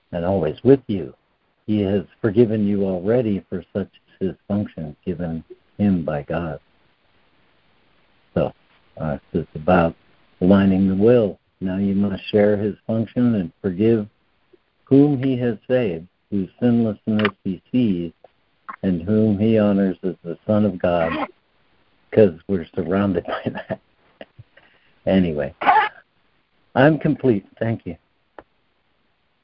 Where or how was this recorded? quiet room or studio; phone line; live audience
phone line